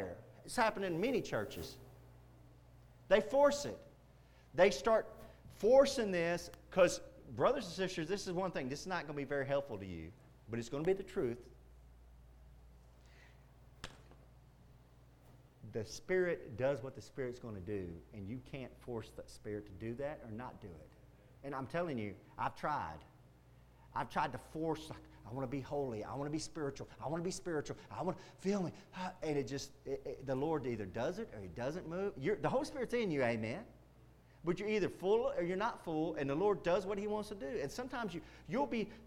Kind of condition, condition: setting, large echoing room